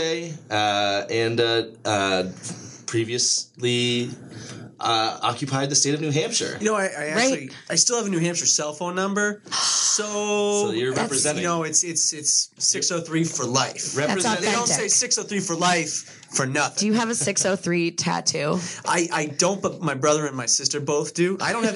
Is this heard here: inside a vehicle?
no